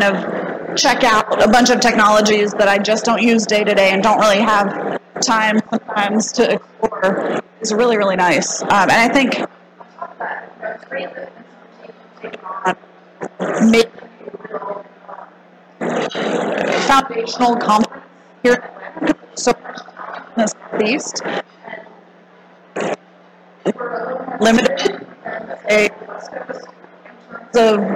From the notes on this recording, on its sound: On-site at Connect.tech. We'll be live and on site at Connect.tech in Atlanta Georgia.